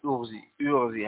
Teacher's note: ليس هو كسرة خالصة وليس هو ضمة خالصة، يعني إذا فكأنك تأتي بحركة الكسرة ولا تمكن لها، قبل · Term: كسر مشم الضم